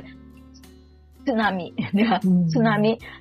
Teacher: ลิ้นจะอยู่หลังฟันบนด้านหน้านะคะแตะอยู่ตรงนั้น